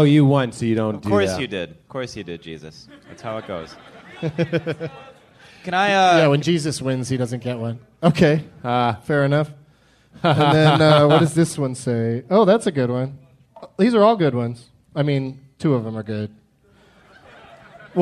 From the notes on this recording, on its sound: Recorded live at Helium Comedy Club in Portland, OR during the Bridgetown Comedy Festival on April 15th, 2012.